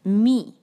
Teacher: میم پہ ہے کسرہ، اس کو آپ نے باریک کرنا ہے، مے نہیں کرنا